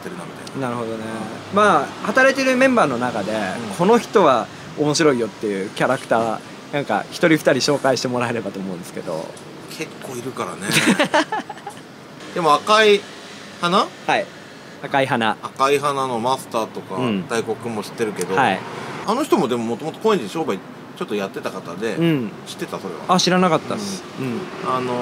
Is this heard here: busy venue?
yes